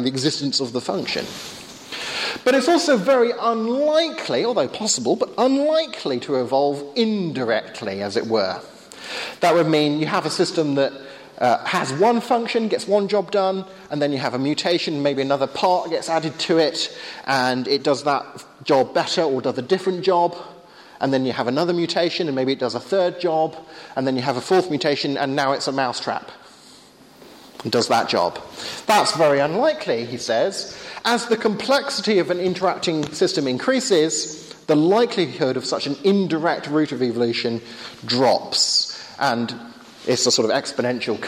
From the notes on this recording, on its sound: Sunday afternoon workshop with Q&A at Hesketh Bank Christian Centre.